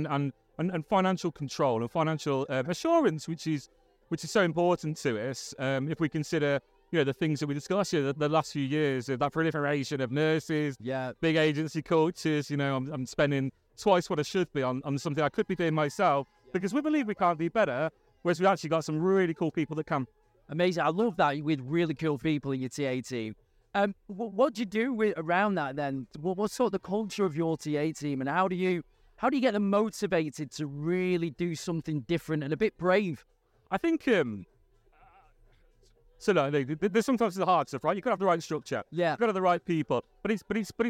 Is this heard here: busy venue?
yes